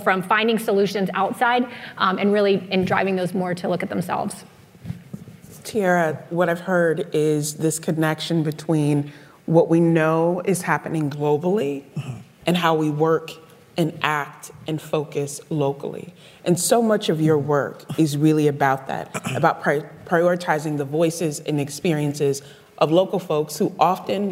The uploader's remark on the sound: A panel discussion. It was recorded in front of a live audience at Grace Farms in New Canaan, CT.